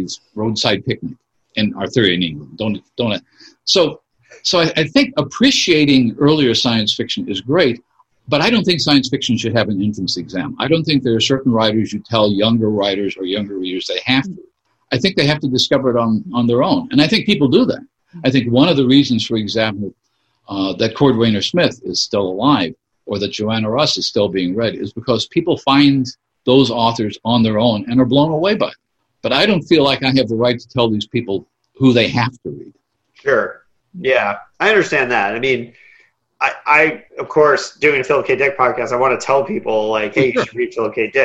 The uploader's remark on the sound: Holding up pretty well here in the lockdown. Doing some Zoom discussions.